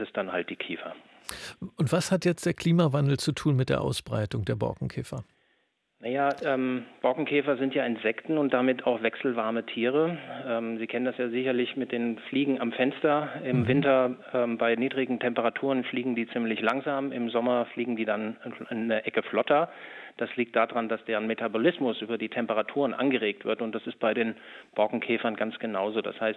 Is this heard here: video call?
no